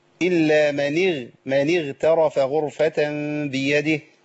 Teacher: الغين هنا في مرتبه في ادنى مراتب التفخيم